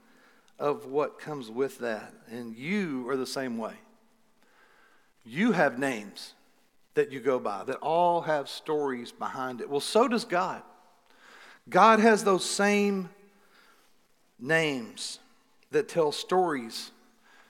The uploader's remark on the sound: Recorded live at The Fellowship at Mt Juliet on June 6, 2021.